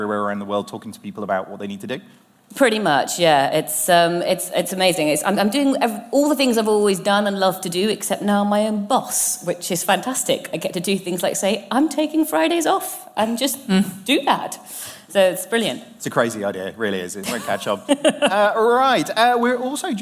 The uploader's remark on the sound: Are joined live on stage at the Village Underground in London.